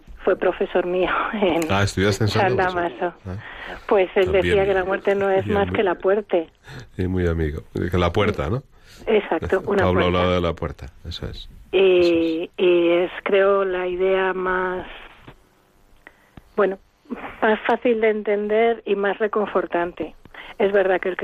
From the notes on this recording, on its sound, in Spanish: un programa especialmente compartido con nuestros oyentes con llamadas en directo